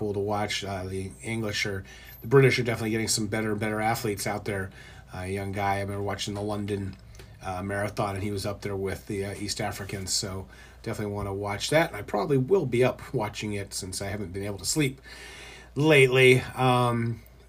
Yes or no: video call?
no